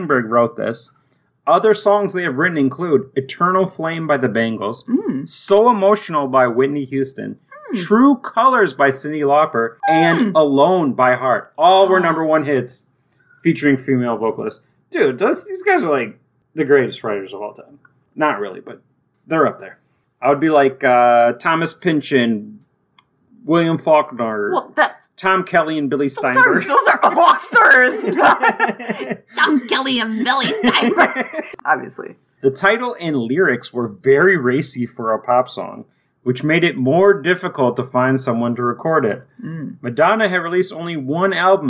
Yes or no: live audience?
no